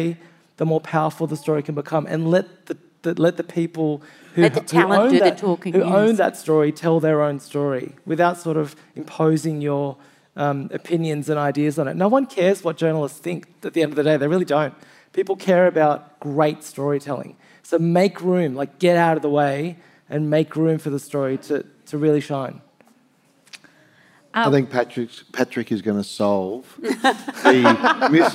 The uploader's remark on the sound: On stage with the Schwartz Media’s 7am host. This episode was recorded live at the 2023 Sydney Writers’ Festival.